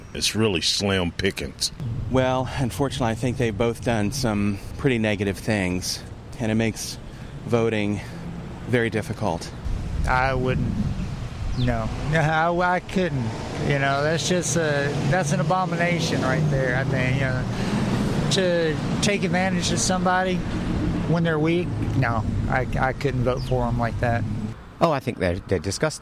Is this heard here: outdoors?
yes